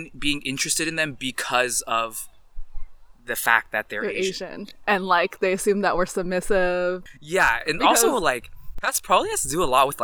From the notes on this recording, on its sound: Please expect audio quality issues as we recorded this episode outdoors for a safe socially distant guest edition!